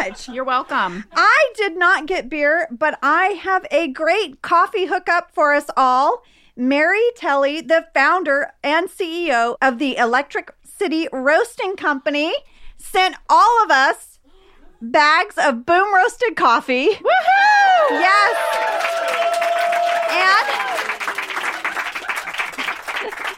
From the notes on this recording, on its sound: The ladies answer fan mail from the Los Angeles SiriusXM Garage in front of a special audience. The ladies celebrate doing their first live show for the podcast.